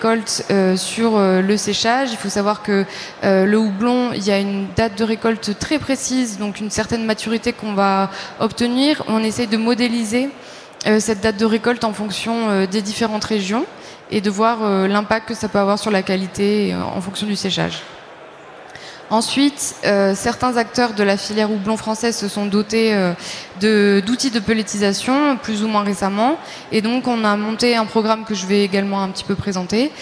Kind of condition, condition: setting, busy venue